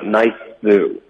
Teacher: 可以省略第一个，也可以就是把第一个的这个 s 的音呢就是发出来